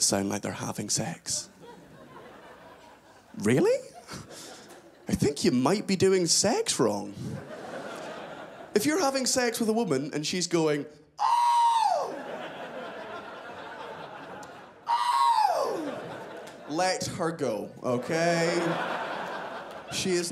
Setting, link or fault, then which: setting, live audience